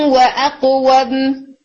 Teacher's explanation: تنوین کے بعد واؤ آ رہا ہے تو 50% نون رہ رہا ہے اور 50% واؤ · Term: ادغام ناقص